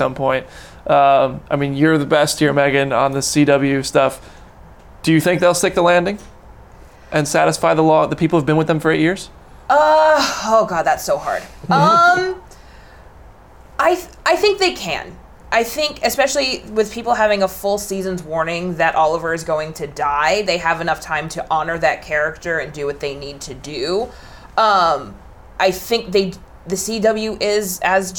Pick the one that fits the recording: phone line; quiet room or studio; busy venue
busy venue